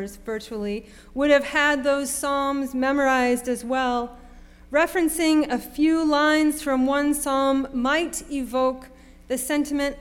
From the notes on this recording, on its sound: Sermon preached at RCHP on February 26, 2023.